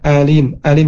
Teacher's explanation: huruf alif harus jelas ya, alim, alim, jangan masuk ke hidung